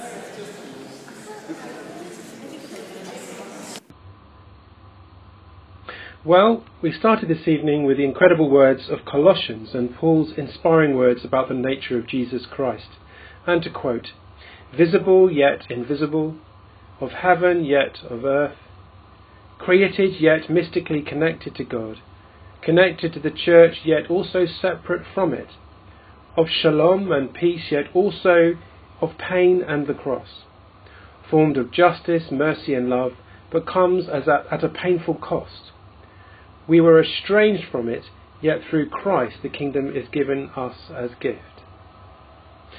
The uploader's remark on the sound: In this podcast recorded at the Moot Eucharist at the Guild Church of St Mary Aldermary.